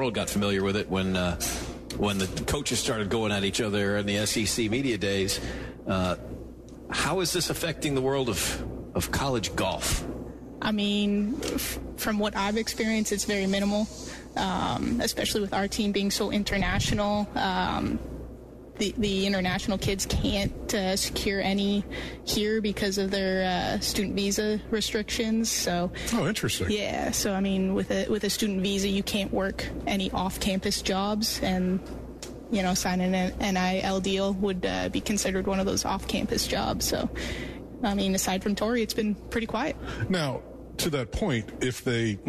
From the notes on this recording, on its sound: live from Dogwood Golf Club